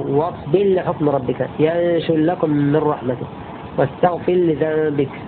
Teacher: والسوسي أضغم قولا واحدا في واصبر لحكم ربك، الراء المجزومة في اللام · Term: إضغام الراء المجزومة